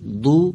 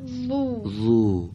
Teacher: نوک زبان پشت دندان پیشین · Shown in: second take